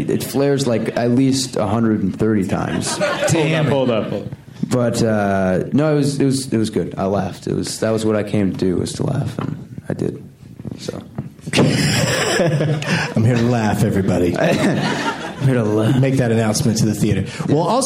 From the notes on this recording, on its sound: For a Q&A after a showing at the Landmark Theater in L.A.